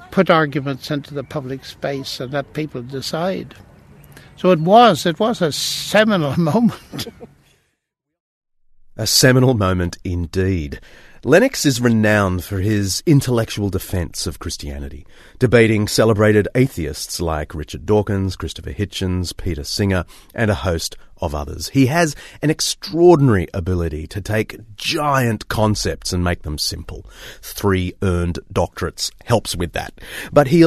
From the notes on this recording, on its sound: in the gardens of Green Templeton College